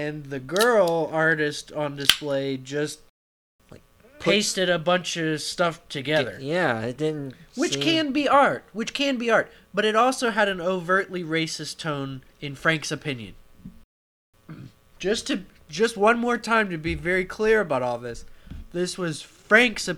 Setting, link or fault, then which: fault, hum or buzz